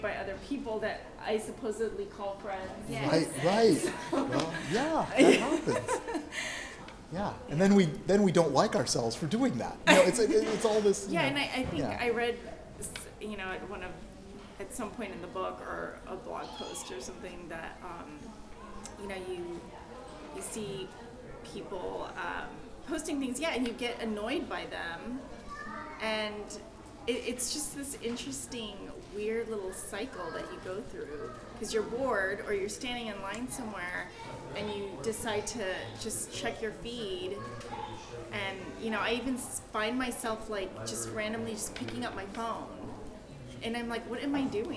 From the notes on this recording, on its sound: South SF Library. Audio only of a presentation from Keynote.